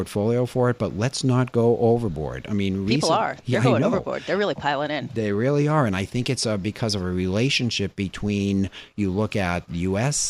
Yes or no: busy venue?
yes